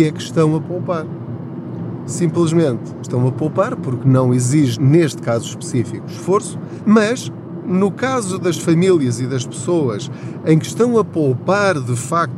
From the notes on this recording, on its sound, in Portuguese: Não ligue aos barulhos da viagem.